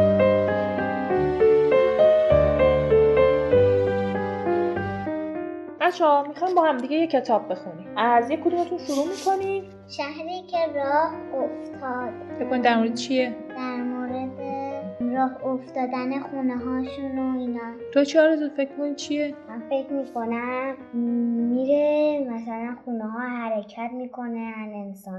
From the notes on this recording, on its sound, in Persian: اما یه معذرت خواهی بابت کیفیت صدا و نویزها. از شیطنت و تکون تکون خوردن بچهها تا تلاش ما برای اینکه توی محیط آشنا برای کودکان، پادکست رو ضبط کنیم که به حس و حال واقعیشون نزدیک تر باشه همه و همه دست به دست هم داده و باعث شده یه جاهایی کیفیت صدا نامناسب باشه.